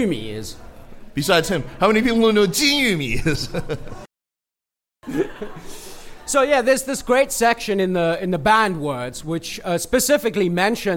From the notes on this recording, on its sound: Took audience questions at a live podcast at the Definitive China Happy Hour in Washington, D.C., on August 10, 2017. The Happy Hour brings together China professionals and enthusiasts from over 30 D.C.-area China organizations.